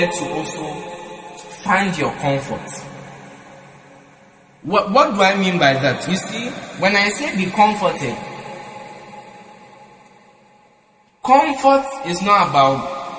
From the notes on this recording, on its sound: Preached at The EFPAP & Midweek Service, LIVE at the Love Arena Church, Accra - Ghana.